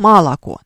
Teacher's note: Такое, какое-то такое там, что-то среднее между А, О, Э, э, такой вот неопределенный гласный